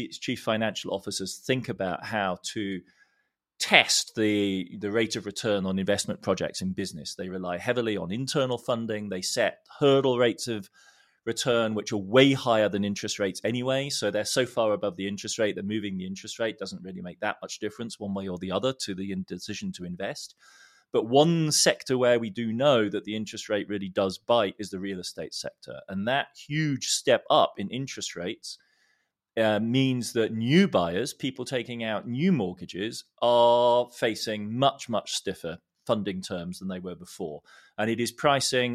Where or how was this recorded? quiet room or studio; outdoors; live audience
quiet room or studio